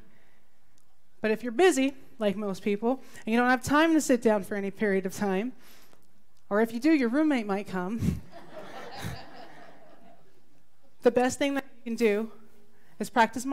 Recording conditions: live audience